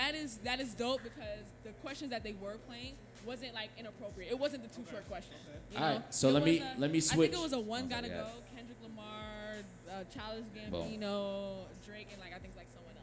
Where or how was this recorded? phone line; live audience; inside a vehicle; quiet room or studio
live audience